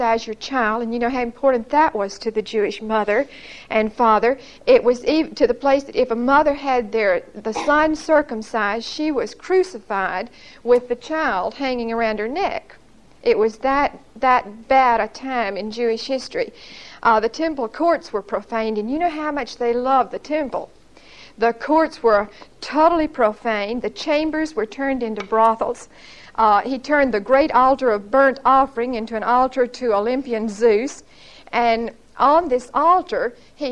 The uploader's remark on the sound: Recorded 8/26/1975 at Whitesburg Baptist Church.